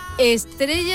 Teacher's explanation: Estrella es una estela con R. R parásita, una intrusa. Es una consonante epentética